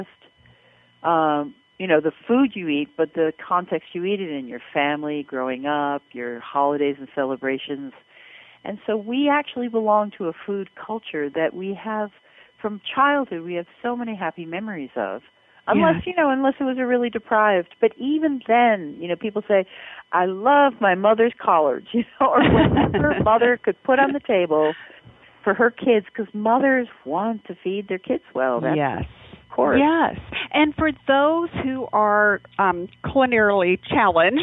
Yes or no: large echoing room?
no